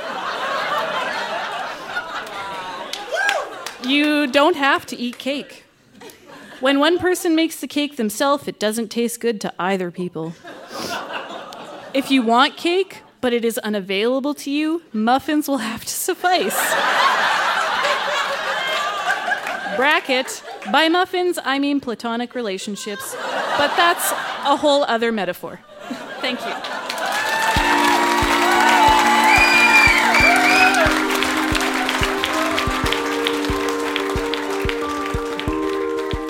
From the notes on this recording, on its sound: Recorded live at The Artesian in Regina as part of Winterruption 2017.